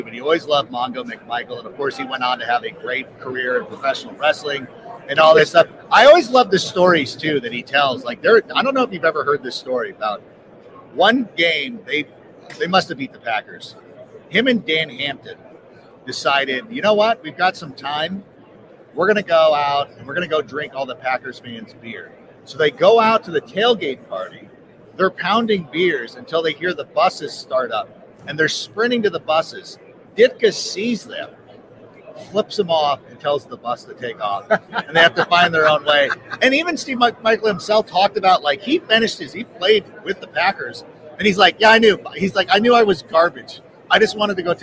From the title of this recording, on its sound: Live From Super Bowl LVIII